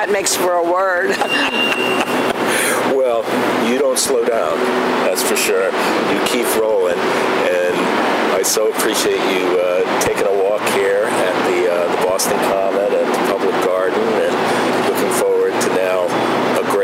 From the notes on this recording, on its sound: walk and talk at the Boston Common and Public Garden.